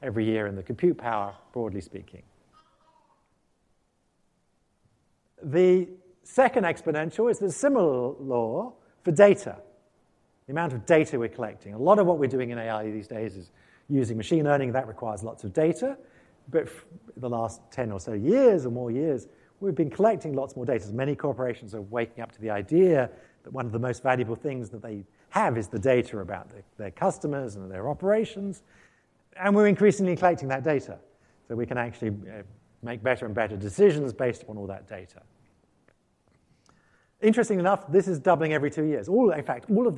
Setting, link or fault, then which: setting, live audience